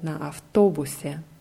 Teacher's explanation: die Betonung ist auf O